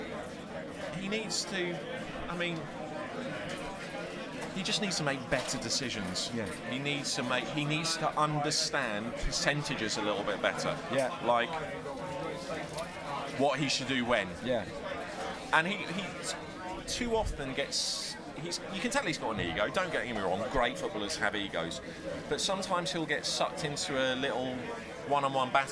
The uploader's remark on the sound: Live from the game.